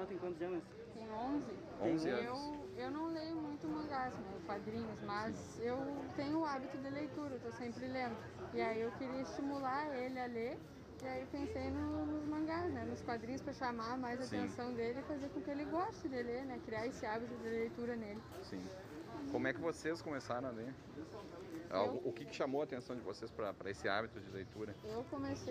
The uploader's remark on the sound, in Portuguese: direto da feira do livro de santa maria 2021